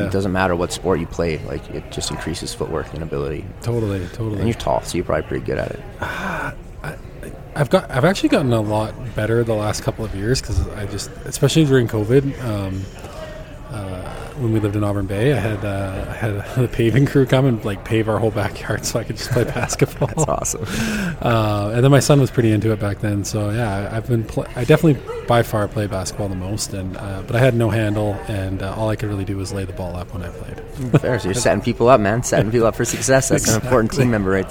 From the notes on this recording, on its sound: for coffee at the Glenmore Landing Good Earth Coffee House in Calgary